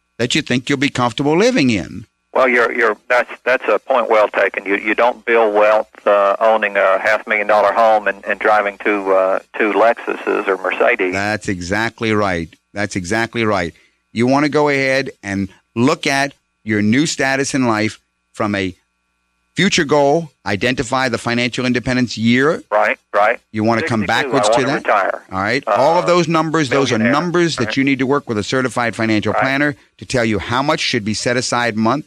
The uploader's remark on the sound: call-in show